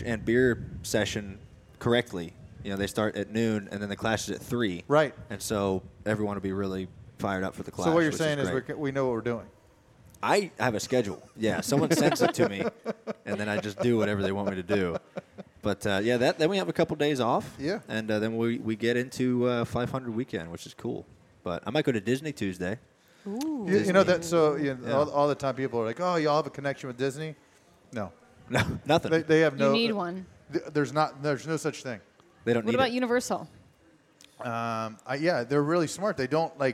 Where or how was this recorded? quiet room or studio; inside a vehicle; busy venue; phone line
busy venue